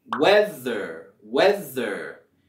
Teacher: en la palabra weather, vamos a subir la entonación en la primera sílaba